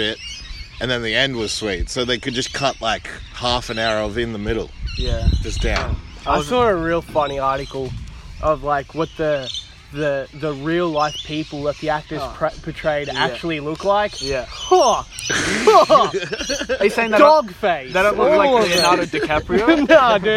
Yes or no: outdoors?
yes